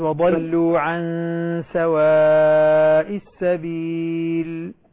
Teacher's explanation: النون مع السين، إخفاء يحتاج إلى غنى